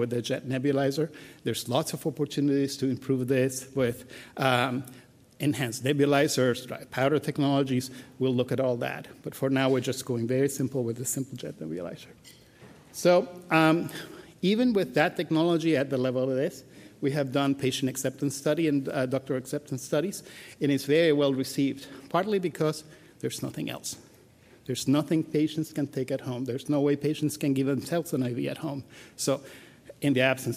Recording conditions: busy venue